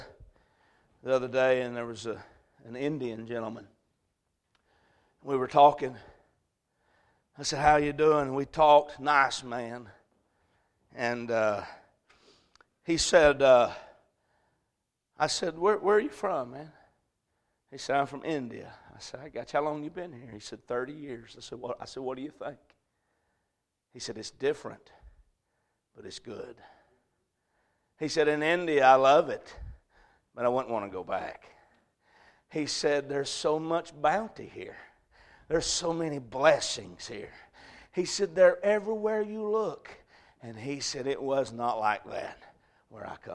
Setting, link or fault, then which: setting, large echoing room